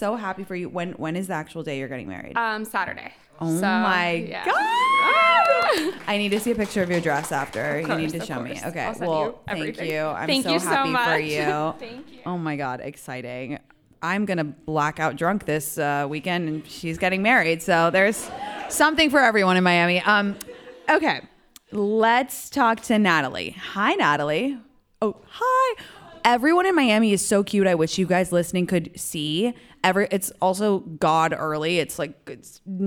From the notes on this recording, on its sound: Live From Miami. Some of my followers joined me for a live “Ask Me Anything” to celebrate the opening of the SiriusXM studios in Miami!